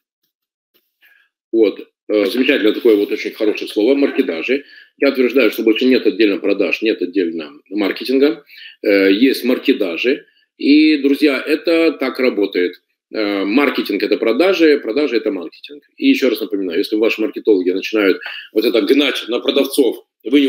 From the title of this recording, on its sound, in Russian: Запись вебинара